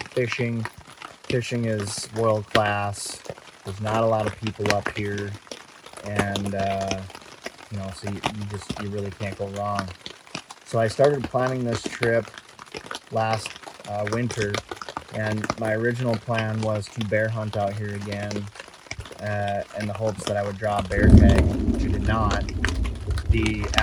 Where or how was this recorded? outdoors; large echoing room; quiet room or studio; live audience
outdoors